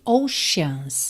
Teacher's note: esse C vai ter um som de X ou de SH